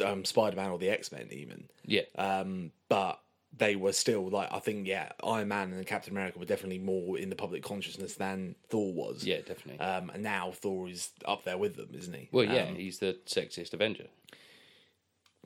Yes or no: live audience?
no